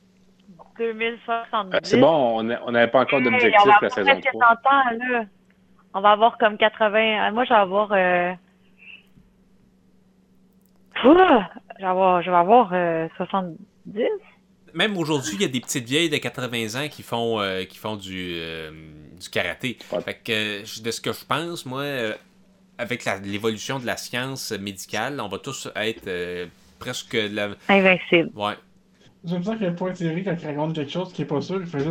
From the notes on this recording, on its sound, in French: Enregistré sur appel vocal Facebook